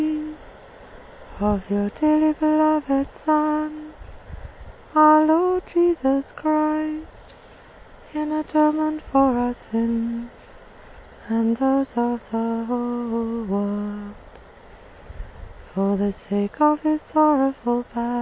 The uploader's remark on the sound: This was recorded by the sea in North Cornwall